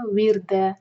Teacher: یہ رو باریک ہے کیونکہ اس سے پہلے کسرہ ہے